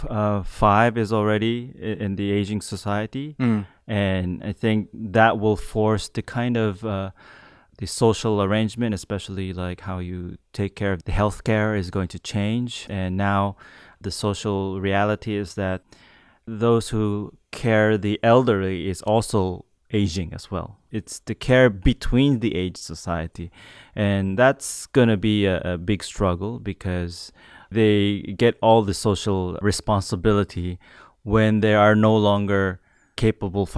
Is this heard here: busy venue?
no